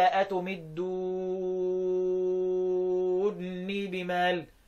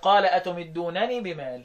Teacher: حمزه قرأ ادغام النونين، ادغام الكبير ده · Shown in: first take · وقال اتمدونني ادغام، قال اتمدونني بمال، فاز فثقل، طبعا بقت مثقله.